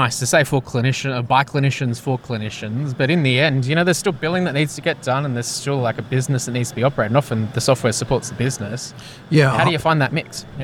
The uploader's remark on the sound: In this episode of Talking HealthTech recorded at MEDINFO 2023 in Sydney